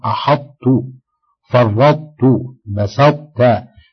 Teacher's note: وكذلك في الطاء إذا أدغمت في التاء في مثل أحطت فرطت بسطت، فإنك تبقي صفة الإطباق في الطاء عند النطق